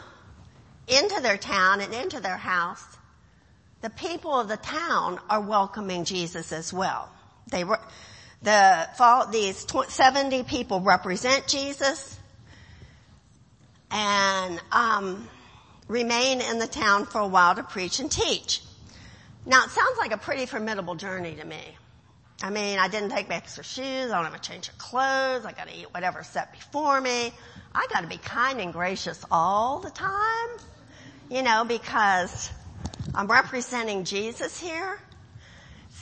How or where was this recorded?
large echoing room